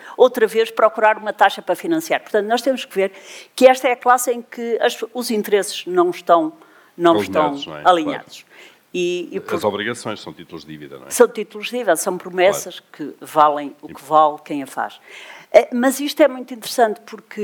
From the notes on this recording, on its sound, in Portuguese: conversa que foi gravada ao vivo, no dia 3 de Novembro de 2023, a propósito do Festival Literário Utopia, em Braga